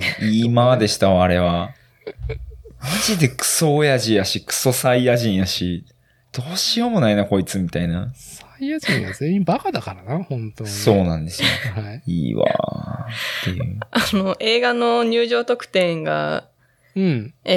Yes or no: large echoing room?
no